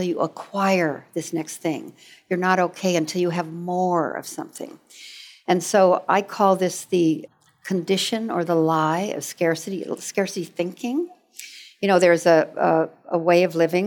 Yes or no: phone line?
no